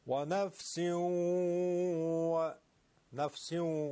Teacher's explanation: در آیه 7 و نفس و ما سواها اینجا تنوین به واو رسیده و ادغام میشه. ادغام نون ساکنه یا تنوین در واو همراه با غنه است، یعنی همراه با کشش صدا که از توی خیشوم و از فضای بینی میاد بیرون